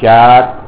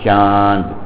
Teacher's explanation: اور قرآن مجید کے اندر بھی یہ درمیانی مقدار دو قسم کی ہے، چار، چاند، چار اور چاند، یہ اردو زبان میں چار ناک میں لے جائے بغیر ادا کر رہے ہیں اور چاند اس کو ناک سے ادا کر رہے ہیں